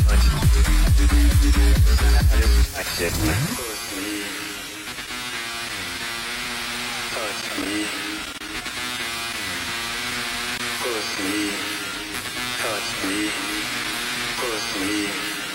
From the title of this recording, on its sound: live-electric-daisy-carnival-2017-orlando